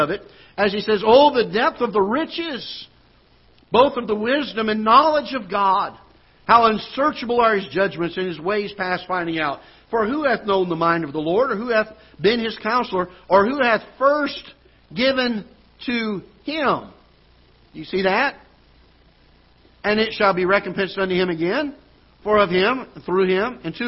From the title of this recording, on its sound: Ketha Heights Baptist Church ~ Live Broadcast